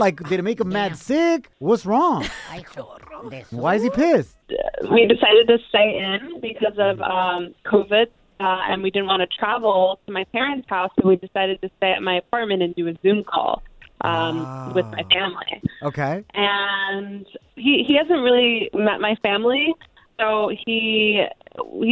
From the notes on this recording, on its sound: we had a girl call